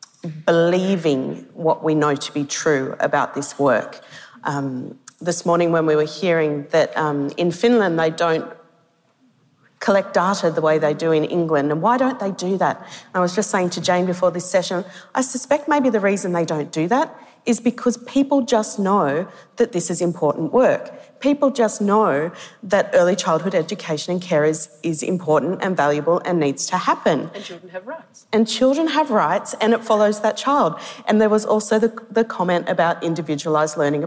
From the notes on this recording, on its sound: A series of conference presentations from the Victorian Government's Realising the Potential Conference. The audio for this session has been generously provided by the Victorian Department of Education and Training.